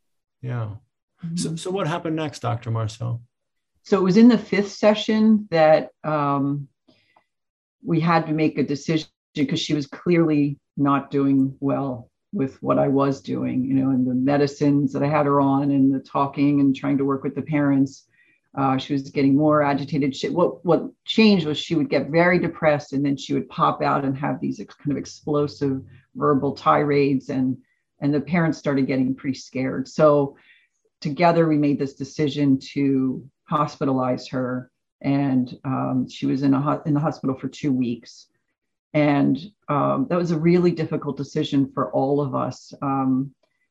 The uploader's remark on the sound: This episode features the audio from one of the ACO webinar presentations.